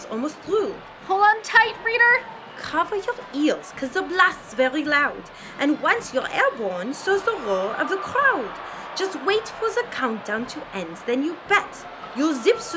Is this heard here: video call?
no